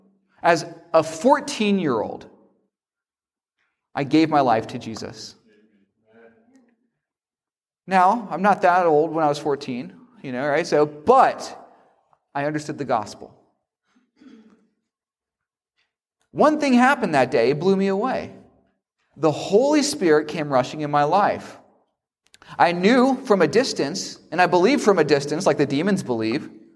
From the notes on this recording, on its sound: preach a revival at Fortsonia Baptist Church near Elberton, Georgia